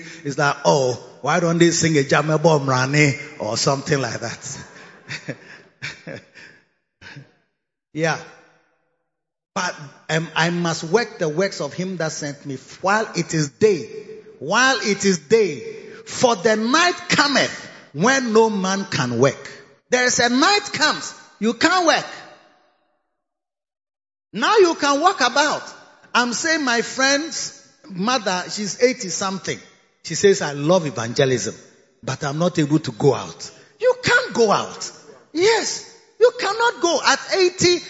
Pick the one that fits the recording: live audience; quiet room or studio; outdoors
live audience